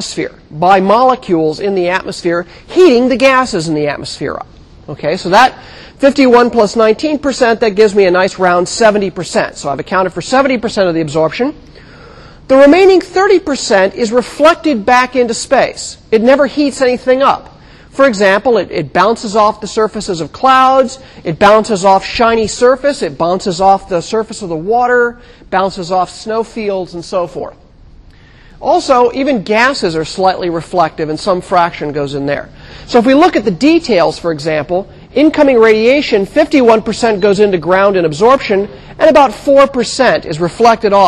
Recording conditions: large echoing room